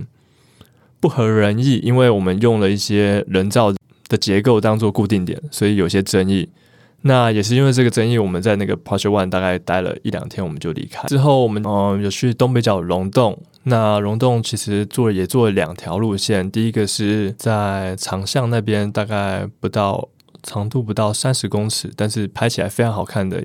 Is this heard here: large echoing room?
no